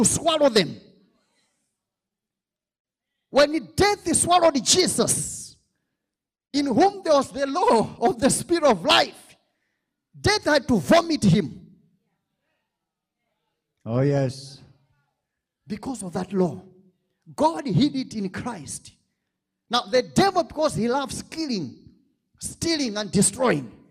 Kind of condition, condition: setting, large echoing room